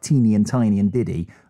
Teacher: the words for small things like teeny and tiny and diddy are all pronounced with the tongue at the front of your mouth